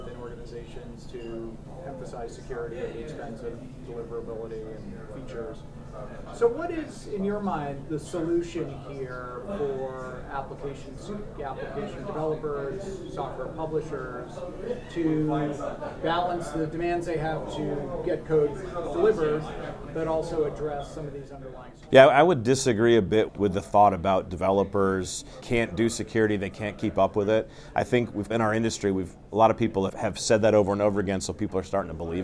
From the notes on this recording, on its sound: on the sidelines of the 2023 RSA Conference